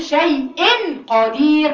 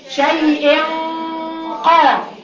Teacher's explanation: فبالتالي بقى نون هخفي النون يعني ايه اخفيها هقول ايه هقول هجيب الغنه بتاعتها لكن مش هنطقها نون صريحه · Shown in: second take